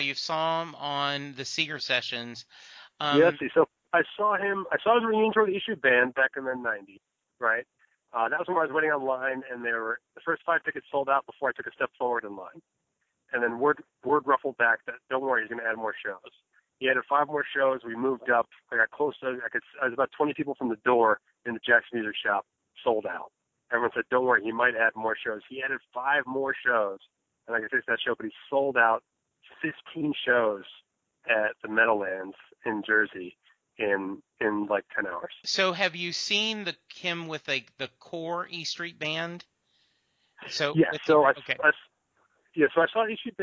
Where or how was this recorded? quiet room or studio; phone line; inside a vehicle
phone line